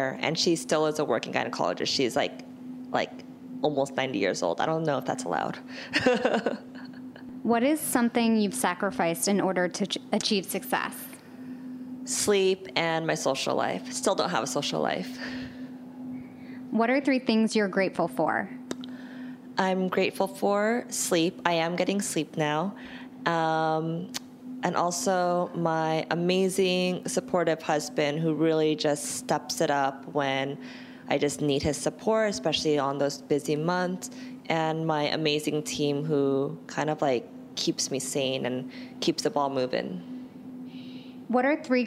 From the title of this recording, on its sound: Live at Create & Cultivate Chicago